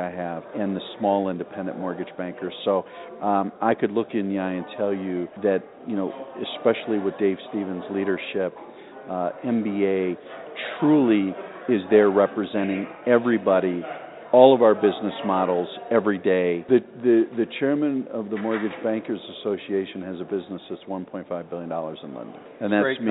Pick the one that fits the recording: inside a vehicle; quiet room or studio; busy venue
busy venue